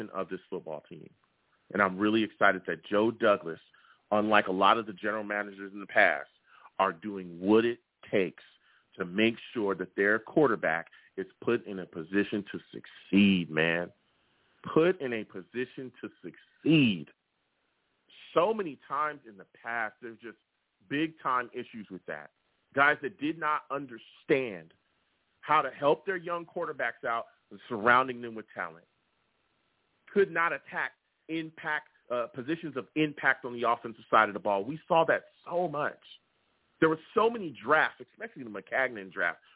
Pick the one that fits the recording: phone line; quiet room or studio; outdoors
phone line